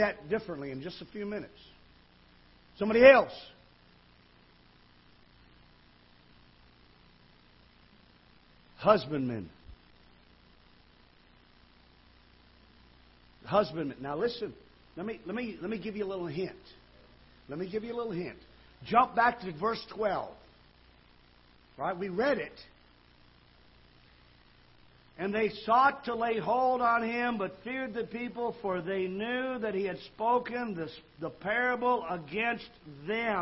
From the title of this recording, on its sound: Ketha Heights Baptist Church ~ Live Broadcast